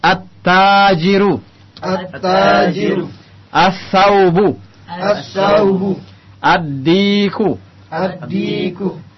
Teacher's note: lamnya masuk ke dalam huruf setelahnya, melebur sehingga lamnya tidak terlihat jelas lagi. · Term: Asy-Syamsiyah